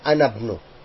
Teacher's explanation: I'm not pronouncing the hamza, I'm just saying anabnu. I'm not saying ana ibnu.